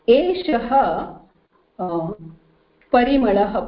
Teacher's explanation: that visarga has to get a slight fa sound · Term: upadmaniyah